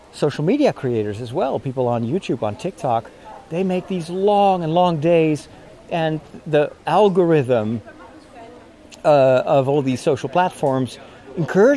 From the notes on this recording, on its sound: During my walk today, recorded in Burgers’ Zoo in Arnhem